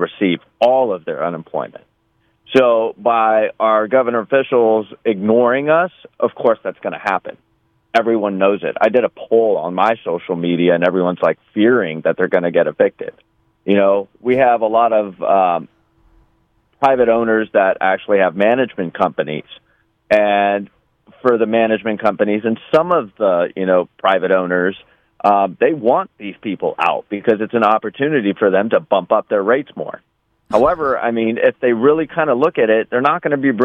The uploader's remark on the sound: LIVE FROM LAHAINA. A US veteran who lives 5 minutes from the burn zone in Lahaina Town CALLS IN LIVE. LIVE FROM MAUI.